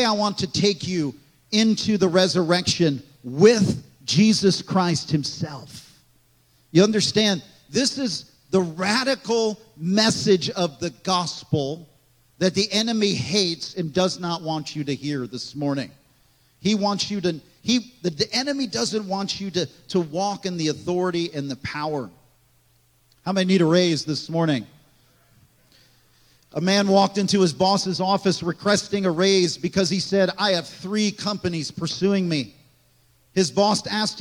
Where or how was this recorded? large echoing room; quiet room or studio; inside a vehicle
large echoing room